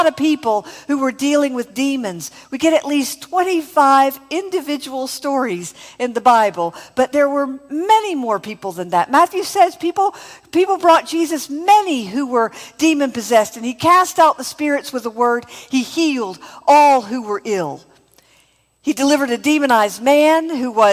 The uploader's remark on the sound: from the first Spirit & Truth Conference, held outside of Mobile, AL